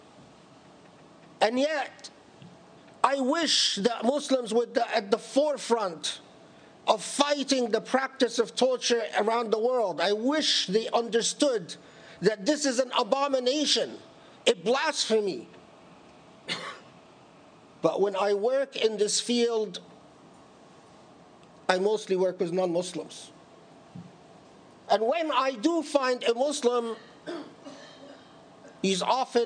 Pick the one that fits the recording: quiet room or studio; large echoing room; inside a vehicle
large echoing room